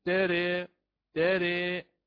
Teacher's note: نزلت بالفك الأسفل حتى أتمكن من الإتيان بهذه الإمالة الكبرى